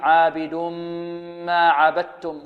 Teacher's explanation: وعندما نصل ندغم، ندغم التنوين في الميم